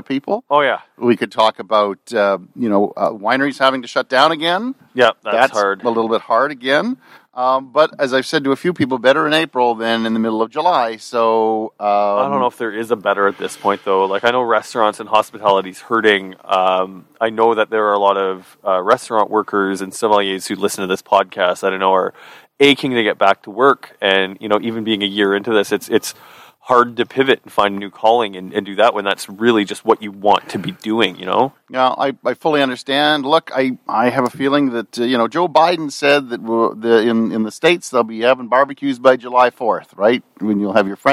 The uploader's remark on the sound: It has also been awhile since the guys were able to get together face to face. This podcast was recorded at the Grape Guys backyard following the COVID-19 guidelines.